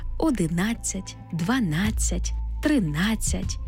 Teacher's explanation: У числівниках, які закінчуються на «нацять», наголошений звук «а».